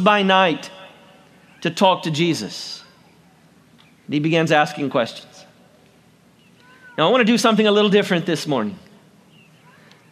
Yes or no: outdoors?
yes